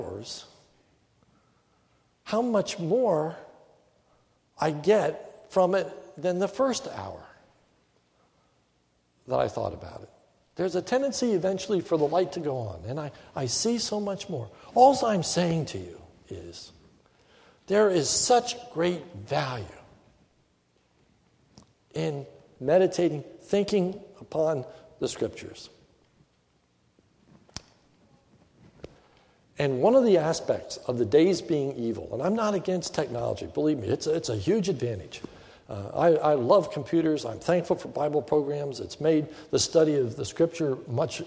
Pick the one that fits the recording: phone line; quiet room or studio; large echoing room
large echoing room